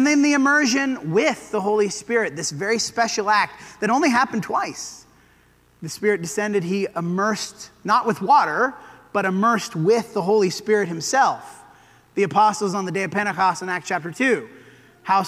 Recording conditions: large echoing room